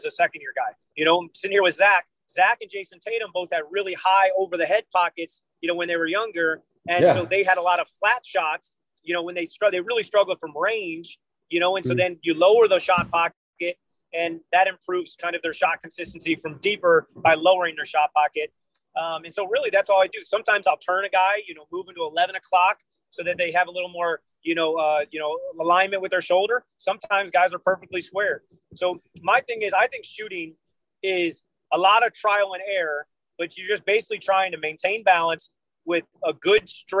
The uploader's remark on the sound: sitting in the car with during the interview